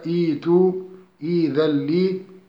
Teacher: نبدأ بالهمزة الأولى مكسورة، وعندئذ تبدل الهمزة الثانية ياء فتصبح الكلمتان هكذا ائت إئذن لي.